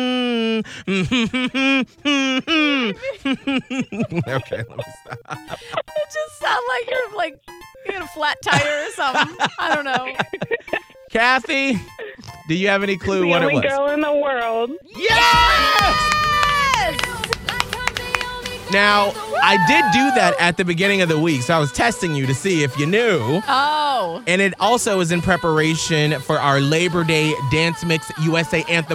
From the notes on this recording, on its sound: We each hum a song for a caller on the phone